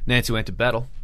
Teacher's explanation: You do double T's as D's, and you get that a few nasal things with the vowel sound.